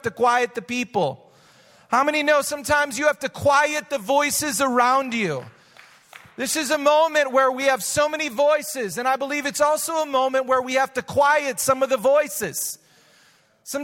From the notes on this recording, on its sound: Recorded live at Hope Church in Springfield, Mo.